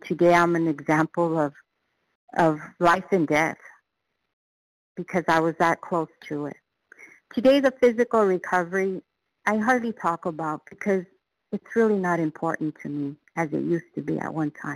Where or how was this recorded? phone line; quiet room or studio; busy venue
phone line